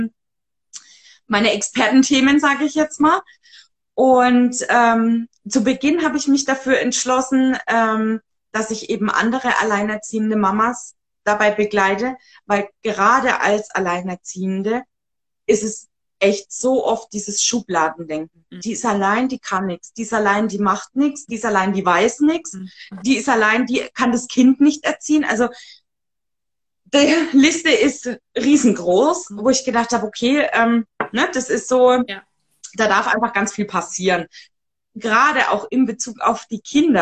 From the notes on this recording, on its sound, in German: die ich auf live auf Instagram geführt habe